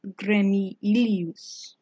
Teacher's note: the O of gremio elides with the I in ilius · Term: elision